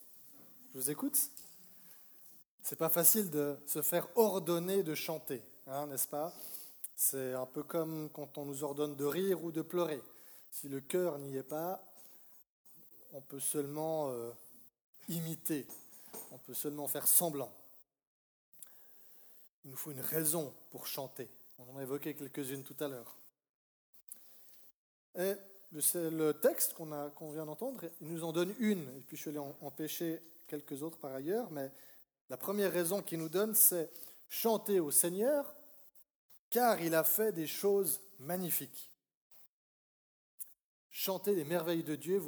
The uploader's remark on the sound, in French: Message enregistré lors d'un culte "Jeunesse et Famille"